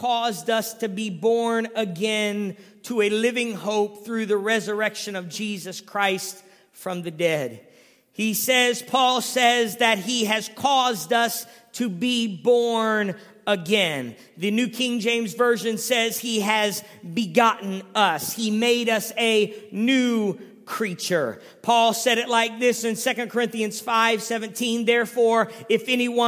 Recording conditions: large echoing room